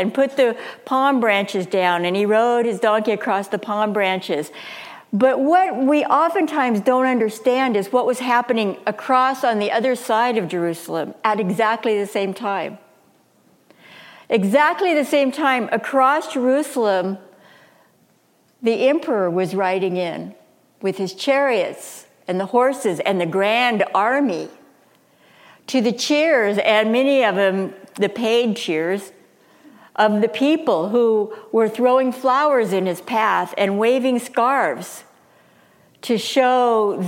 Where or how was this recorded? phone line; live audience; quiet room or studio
live audience